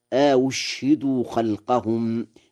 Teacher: بهمزتين، الأولى مفتوحة والثانية مضمومة مسهلة، وإسكان الشين أشهدوا خلقهم، فيقرأ هكذا: وجعلوا الملائكة الذين هم عند الرحمن إناثا أشهدوا خلقهم.